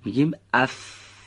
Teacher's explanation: از برخورد تری لبه پایین به لبه دندانهای پیشین بالا به صورت نازک تلفظ میشه، تارهای صوتی رو به ارتعاش در نمیاره